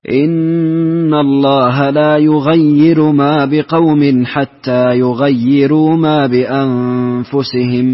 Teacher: ثم ورش بترقيق الراء